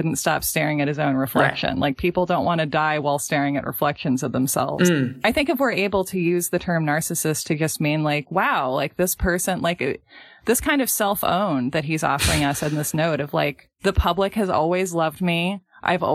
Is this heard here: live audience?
no